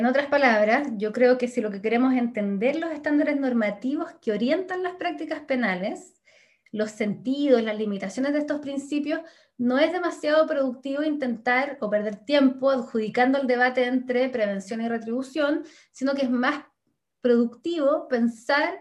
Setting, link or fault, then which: link, video call